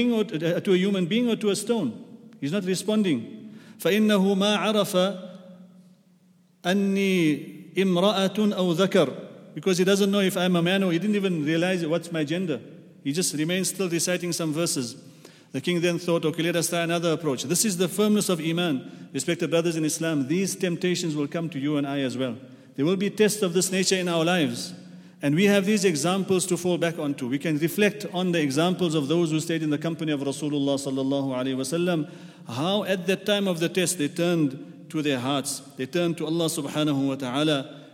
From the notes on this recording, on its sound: at The Houghton Masjid (West Street)